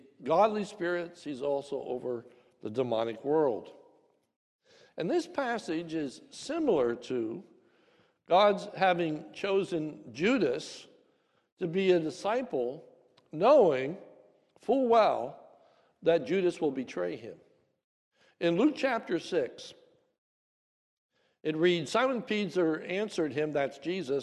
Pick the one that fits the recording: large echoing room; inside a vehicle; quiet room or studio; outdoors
large echoing room